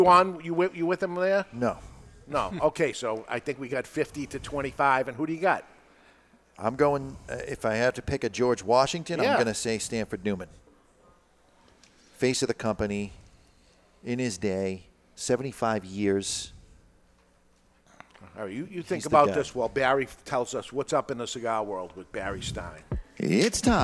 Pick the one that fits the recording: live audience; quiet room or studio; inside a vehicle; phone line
live audience